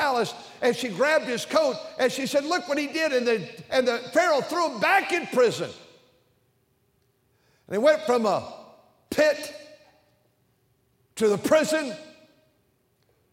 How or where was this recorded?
large echoing room